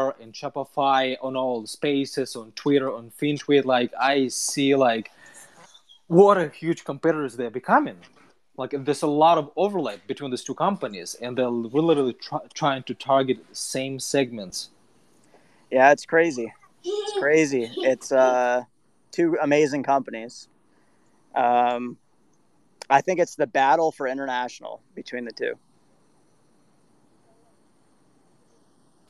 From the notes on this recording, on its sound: The recording from the Twitter Spaces event